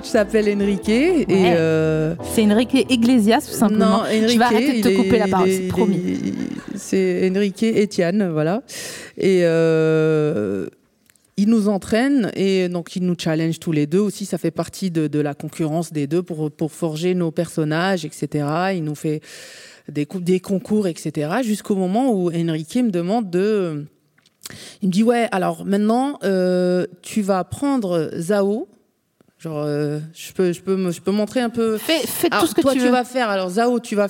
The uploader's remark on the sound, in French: enregistré en mars 2022 à la Scala Paris